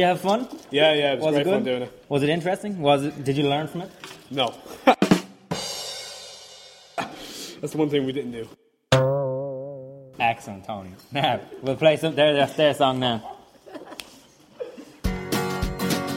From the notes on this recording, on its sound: The Songschool Show live from St Mary's Diocesan School Drogheda, Co Louth, Ireland.